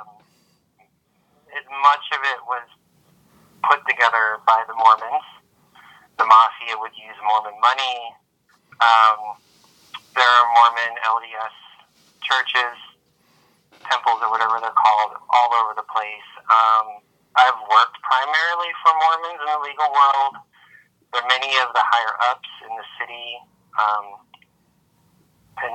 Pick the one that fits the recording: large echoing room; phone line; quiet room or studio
phone line